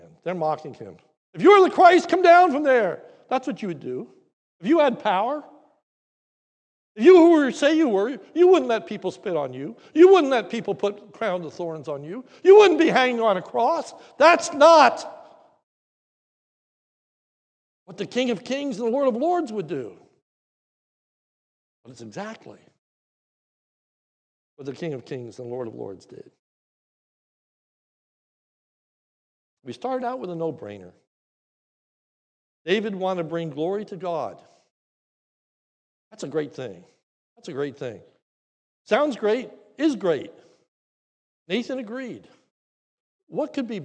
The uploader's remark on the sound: This is a sermon recorded live at the Lebanon Bible Fellowship in Lebanon, PA on 8/22/2021 during the morning service